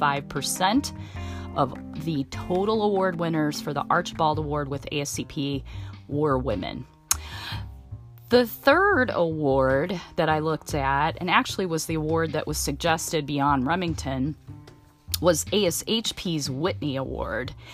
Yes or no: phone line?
no